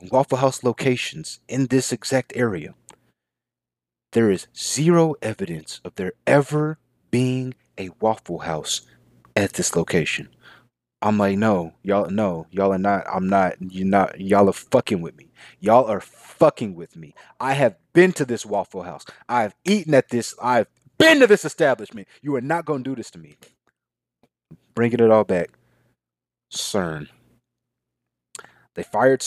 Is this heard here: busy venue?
no